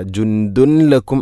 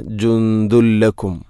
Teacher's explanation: തൻവീനിനെ ലാമിലേക്ക് കൂട്ടിലയിപ്പിക്കണം. അപ്പോൾ നൂനിൻ്റെ ശബ്ദം കേൾക്കൂല. · Shown in: second take · ജുന്ദുൻ എന്ന ശബ്ദമില്ല. · Term: ഇദ്ഗാം ബിലാഗുന്ന